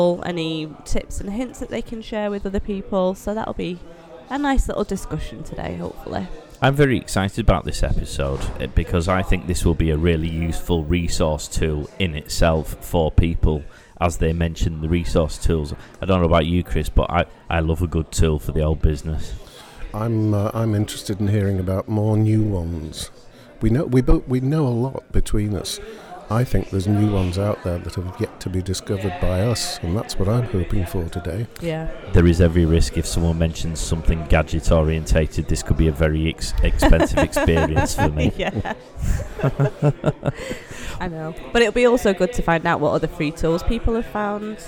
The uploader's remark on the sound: Live at the Liverpool Business Fair the team interview a number of visitors and exhibitors.